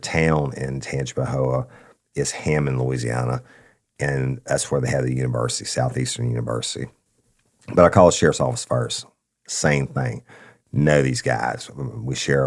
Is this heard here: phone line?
no